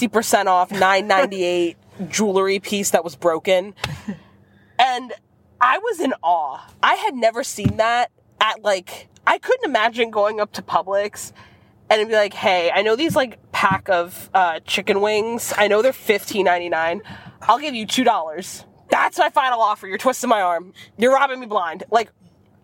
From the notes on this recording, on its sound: Our first lifestyle carcast of 2023